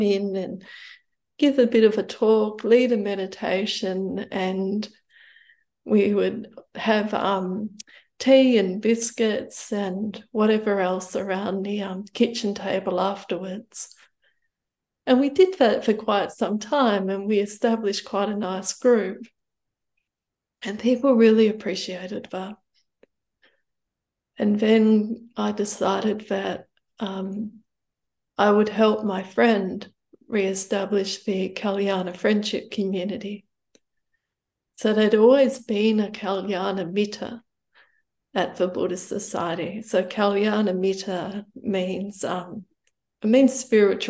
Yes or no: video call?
yes